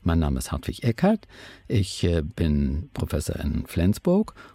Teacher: Ihre Grundstimme ist suboptimal erhöht und sie benutzt auch eine aufsteigende Intonation.